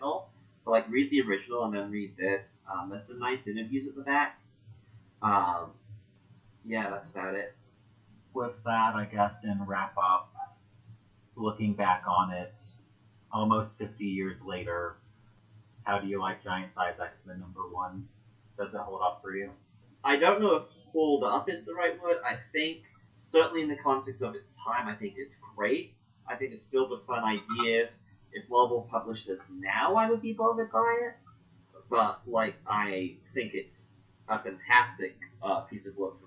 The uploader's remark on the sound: As per usual with podcasting, this first episode's audio has major issues.